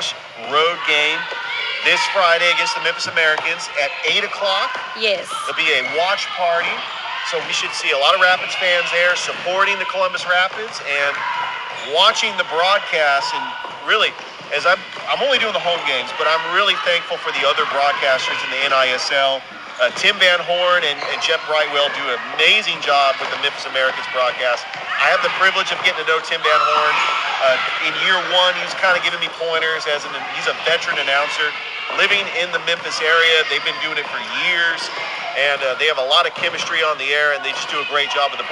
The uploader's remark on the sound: Live Show on location at Girls Inc in Columbus, GA